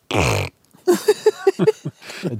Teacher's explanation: Drar inn lufta, så får jeg sida av tunga til å vibrere.